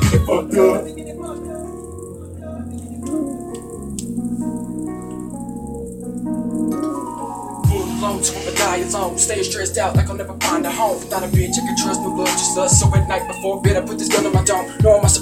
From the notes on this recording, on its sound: One Take Phone Rec.